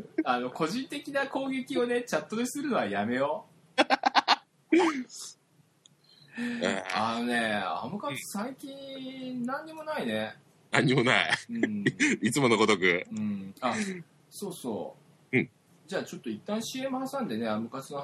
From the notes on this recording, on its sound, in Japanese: 今回は初の「スカイプ録音」！途中で「ポヒュっ」って入ってくる音は録音を聞いてるギャラリーのチャット音だったりします。